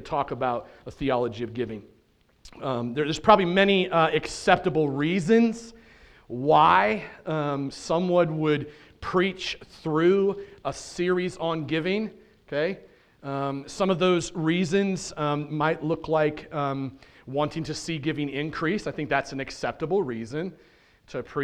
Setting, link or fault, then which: setting, large echoing room